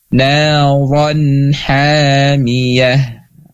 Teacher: Jelas nunnya dan tidak ditahan bunyinya.